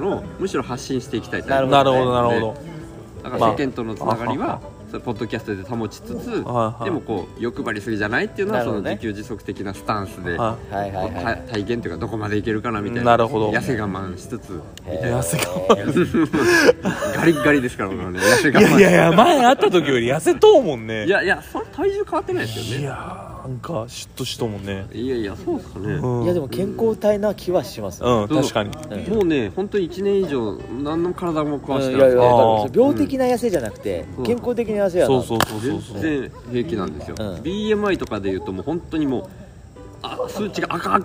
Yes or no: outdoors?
yes